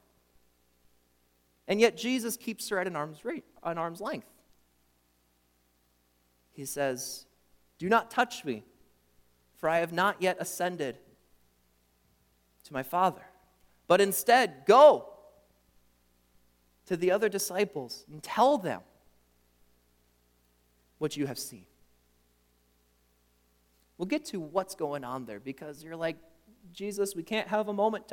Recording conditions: large echoing room